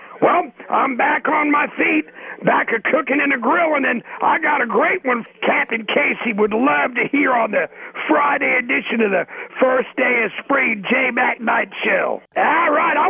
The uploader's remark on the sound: Here is a collection of phone calls from one of WIMZ's favorite listeners.